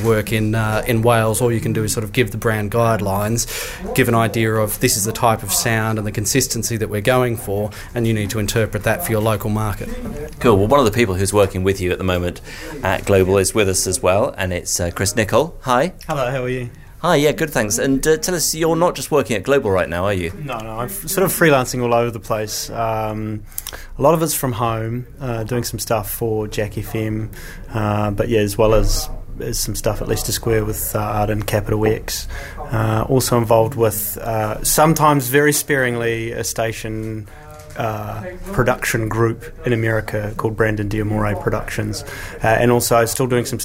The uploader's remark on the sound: Once again, we recorded it in a pub.